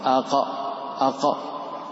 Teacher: أقصى اللسان أقربه إلى الحلق مع ما يحاذيه من الحنك الأعلى حرف القاف